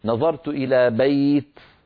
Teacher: كذلك الأمر بالنسبة إلى الجر، نظرت إلى بيت جميل، إلى بيت جميل، فإن وقفت قلت نظرت إلى بيت فحذفت التنوين وقفا ولم أعوض عنه بشيء